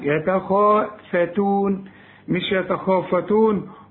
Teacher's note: خا الخا بقى عالية قوي في التفخيم بتاعها